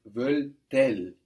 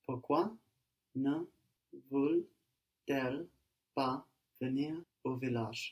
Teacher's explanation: Elles veulent becomes veulent-elles. We hear the last T on veulent when it's followed by that vowel · Term: liaison